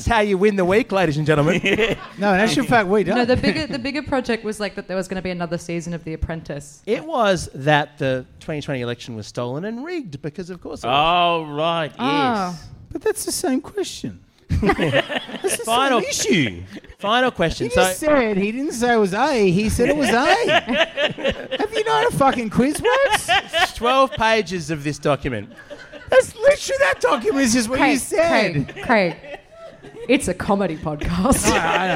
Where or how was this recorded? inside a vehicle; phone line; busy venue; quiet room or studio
busy venue